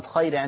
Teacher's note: خلاص كده؟ أما وقفا، كلمة خير في حال الوقف مرققة للجميع